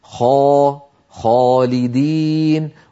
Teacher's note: الخاء مفخمة وبالتالي كانت الألف التي بعدها مفخمة